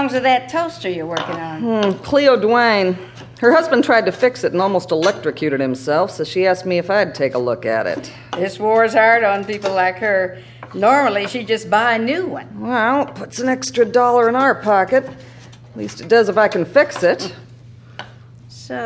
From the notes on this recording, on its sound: Format: Original Recording. A full-cast performance. In this live recording of the Joseph Jefferson Award-winning play Still Waters, from L.A. Theatre Works.